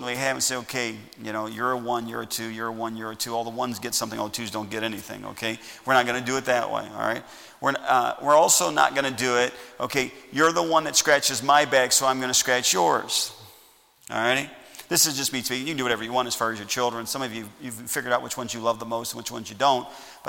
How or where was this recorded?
large echoing room